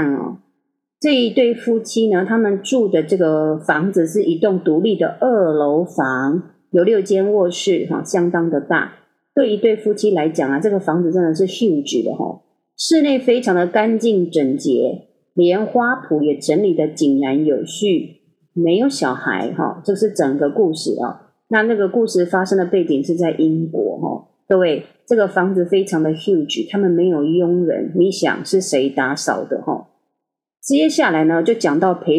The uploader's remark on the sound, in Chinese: 這次錄音設備 真的～～發生了一些狀況。還是一樣音質非常差。我要重新添購麥克風了。